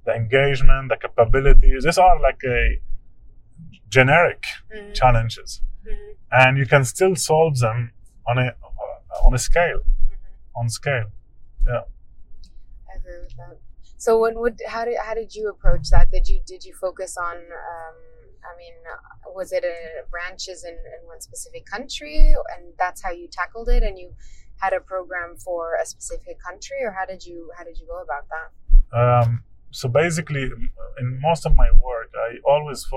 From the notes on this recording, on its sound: We recorded the session during a car ride through Basel, Switzerland.